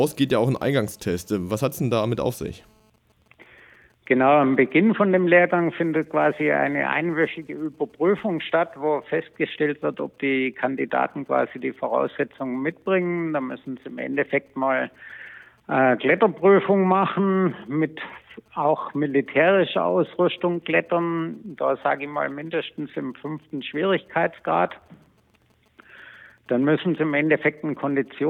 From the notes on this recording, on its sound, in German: spricht am Telefon einer von ihnen